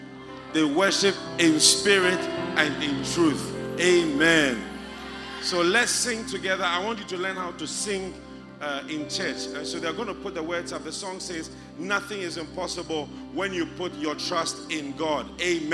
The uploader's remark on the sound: Preached at The First The Experience Service, Accra.